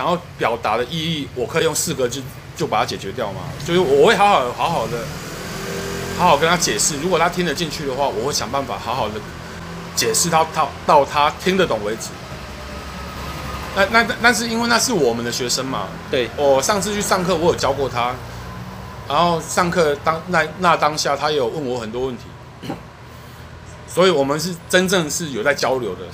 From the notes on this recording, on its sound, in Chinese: 錄音地點：台南 牽咖啡 Chen Coffee。